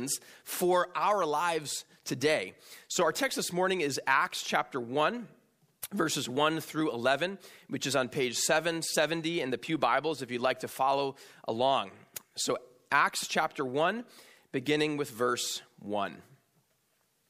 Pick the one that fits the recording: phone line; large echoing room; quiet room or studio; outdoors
large echoing room